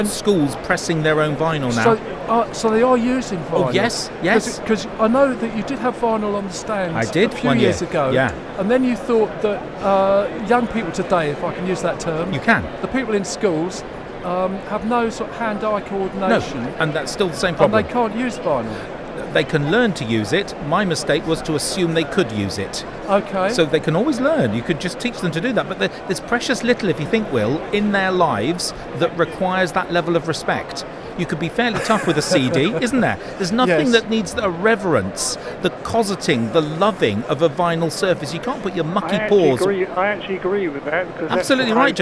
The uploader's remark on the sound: Our second NetSupport Radio LIVE show from stand NL44 at BETT2020